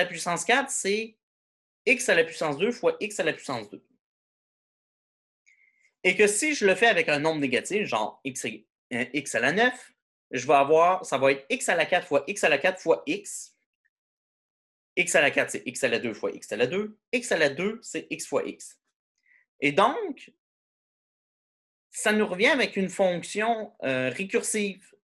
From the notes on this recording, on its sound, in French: cours en ligne sur Zoom